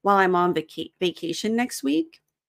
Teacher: The L in while connects to the I in I'm. The M in I'm connects to the O in on.